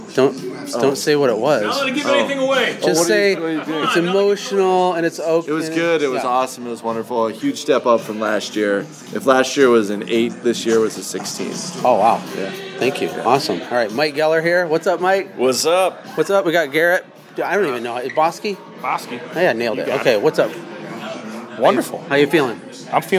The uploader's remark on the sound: play some snippets from live roundtable discussions that happened during our life Automate Grow Sell Xperience Event at our house in October